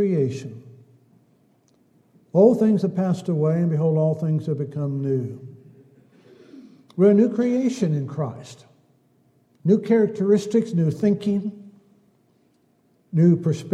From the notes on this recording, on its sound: Downtown Church Of Christ Audio Sermon